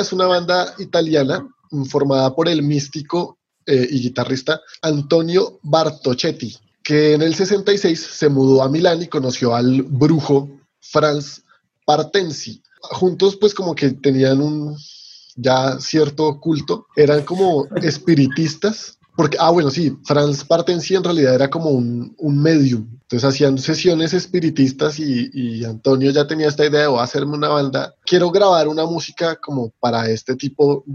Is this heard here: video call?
yes